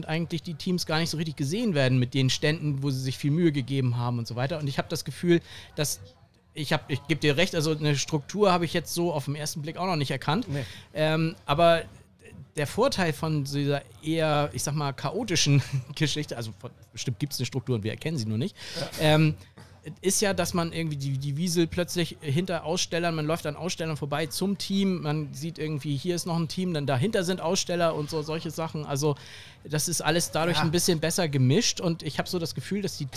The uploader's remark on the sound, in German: Noch einmal senden wir nahezu live von der Deutschen Grill- und BBQ-Meisterschaft.